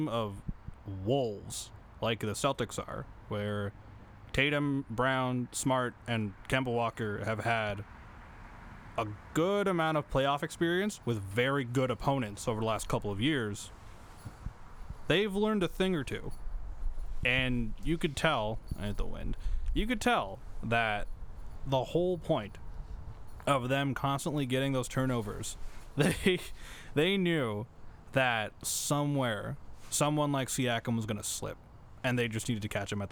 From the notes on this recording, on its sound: episode recorded outdoors